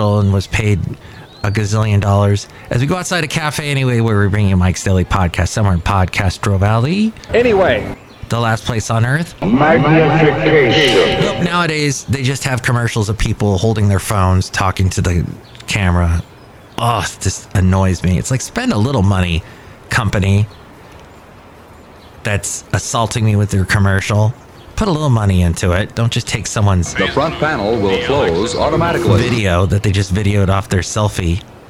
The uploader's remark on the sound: Podcasts live from Café Anyway.